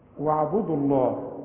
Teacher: الواو الأولى تثبت وا، إنما الثانية هلغيها